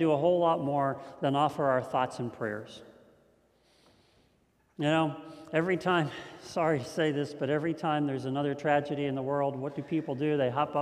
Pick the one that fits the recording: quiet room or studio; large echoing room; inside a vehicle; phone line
large echoing room